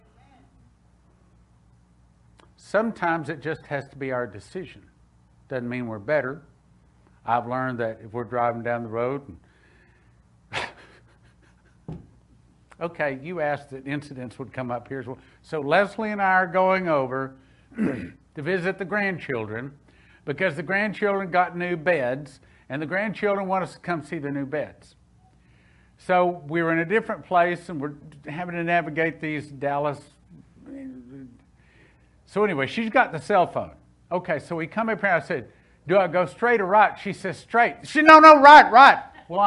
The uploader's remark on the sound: Spirit of Prophecy Church - Sunday Service.